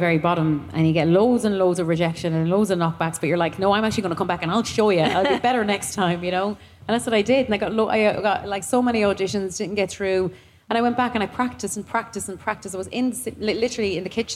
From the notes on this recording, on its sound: live from Electric Picnic!